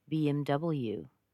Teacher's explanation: It starts in the middle, goes down, goes up again.